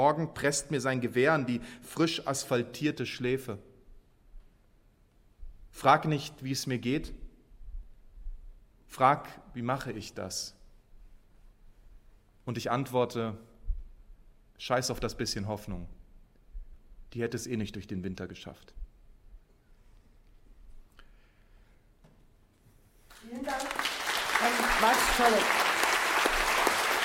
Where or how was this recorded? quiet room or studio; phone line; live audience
live audience